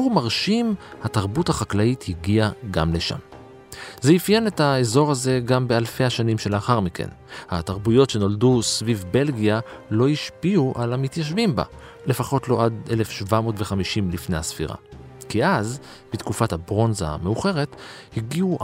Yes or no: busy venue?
no